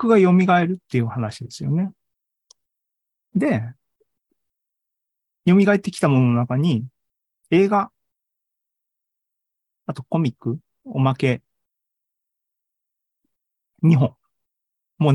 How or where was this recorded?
video call